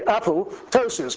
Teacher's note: It's a silent P with the T pronounced, so this should be apoptosis, because ptosis in Greek means falling off, apo means from, so this is falling from.